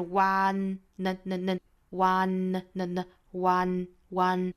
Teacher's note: 一定要注意前鼻音呢是舌尖去抵上齿龈